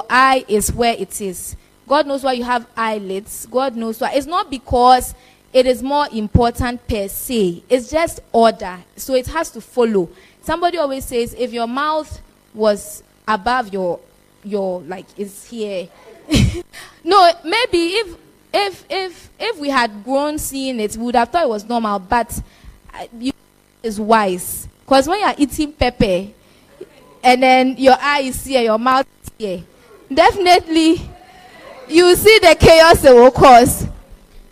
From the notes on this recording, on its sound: This message was preached at our 2022 More of God camp.